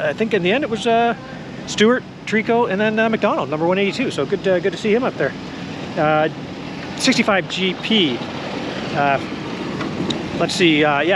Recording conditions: outdoors